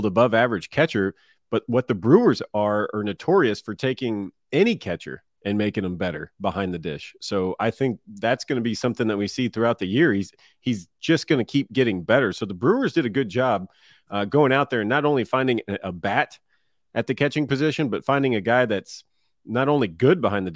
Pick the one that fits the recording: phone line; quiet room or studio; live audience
quiet room or studio